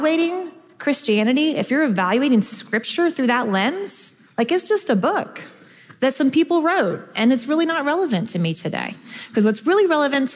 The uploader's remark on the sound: This episode is from The Bonhoeffer Project, recorded at the National Disciple Making Forum.